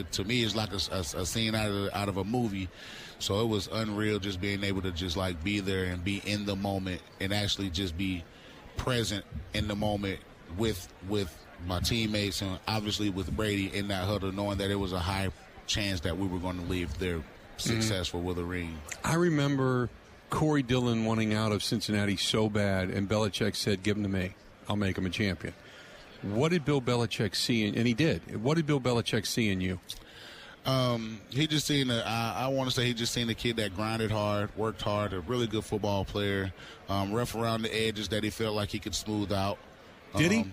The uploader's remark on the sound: Live on Radio Row in Los Angeles.